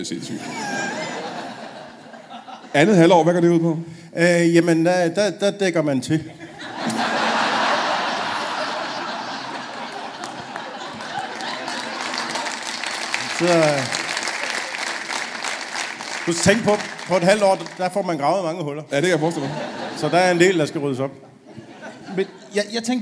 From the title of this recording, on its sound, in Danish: LIVE fra Kjellerup